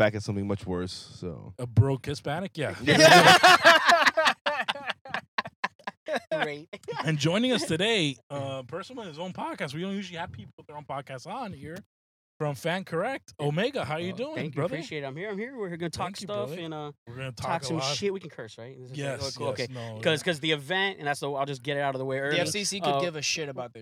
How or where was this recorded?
inside a vehicle